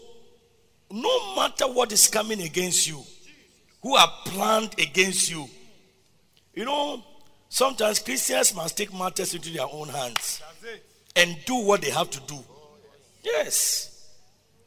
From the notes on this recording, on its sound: Preached at Loyalty House, Abbey, Dahwenya